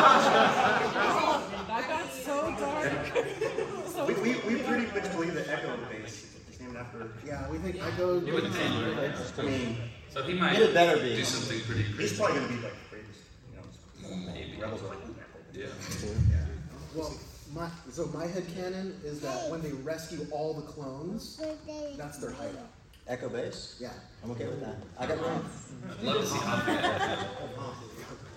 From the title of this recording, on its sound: LIVE from Star Wars Celebration London